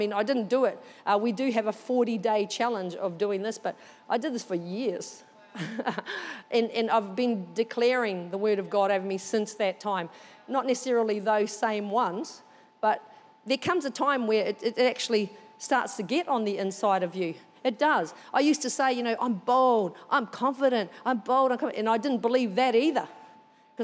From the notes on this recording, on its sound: Recorded during our 9am service on Sunday, the 3oth of April 2023